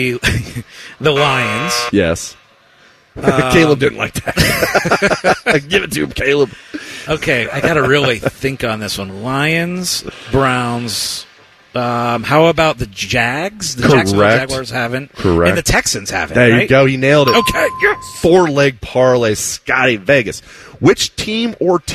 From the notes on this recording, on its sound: live from Hollywood Casino